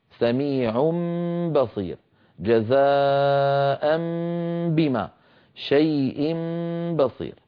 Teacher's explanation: إذن التنوين قد يكون مرفوعا أو منصوبا أو مجرورا، لا يهمنا، المهم أننا نقلب التنوين ميما، سميع بصير، جزاء بما، شيء بصير.